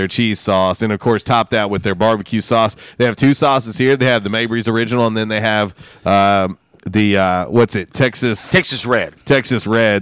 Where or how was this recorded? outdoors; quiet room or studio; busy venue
busy venue